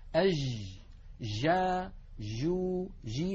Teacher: أما ما نسمعه في كثير من العاميات المعاصرة، أج جا جو جي، هذه جيم رخوة، جيم هي ولكنها ليست الجيم الفصيحة المنقولة لنا في التلاوة القرآنية